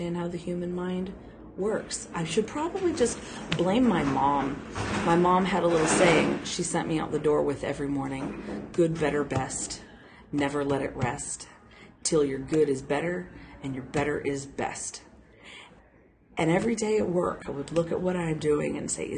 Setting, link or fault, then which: setting, busy venue